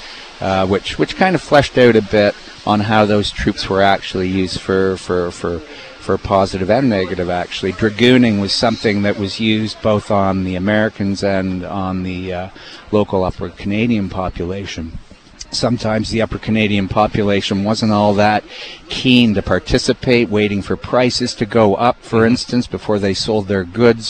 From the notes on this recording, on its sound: Live from Gore Park. Live broadcast from Veteran's Place, in downtown Hamilton, Ontario.